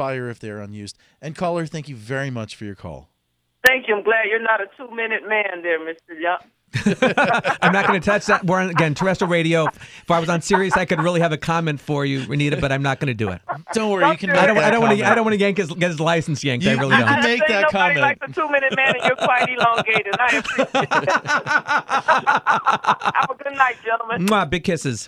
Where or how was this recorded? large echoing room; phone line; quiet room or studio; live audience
phone line